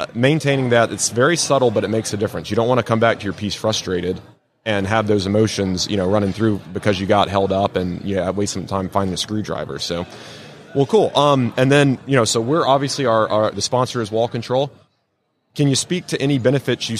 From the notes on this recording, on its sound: LIVE from WORKBENCHcon 2022 in the Wall Control booth